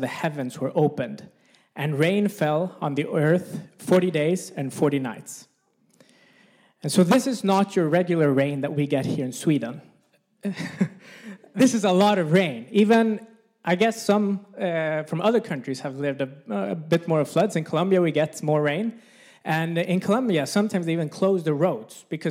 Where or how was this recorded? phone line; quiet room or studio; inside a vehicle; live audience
live audience